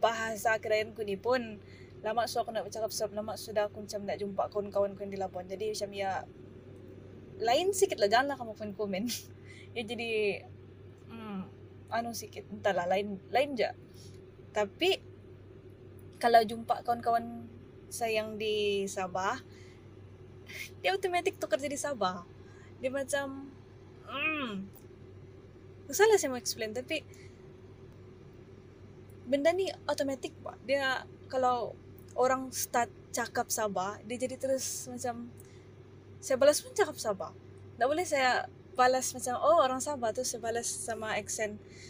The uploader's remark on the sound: I recorded this in the car while waiting for my boba-less bubble tea order.